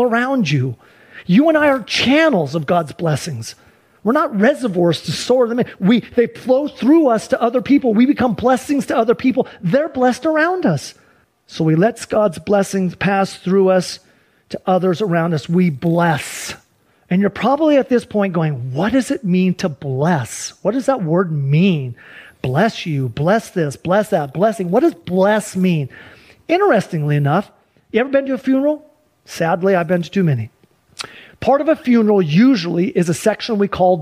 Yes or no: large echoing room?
yes